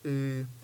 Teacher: Linguists call this vowel a high, mid, unrounded vowel because of the place of your tongue and the fact that you don't round your lips when you say it.